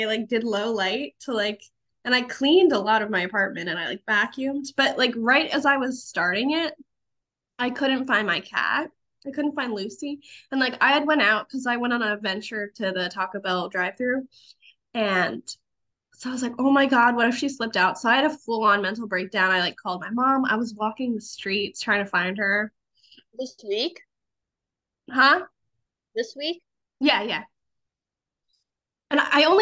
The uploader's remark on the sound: The Zoomed Pod